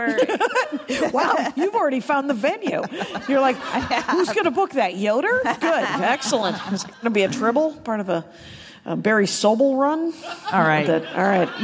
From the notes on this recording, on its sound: live from LA Podfest!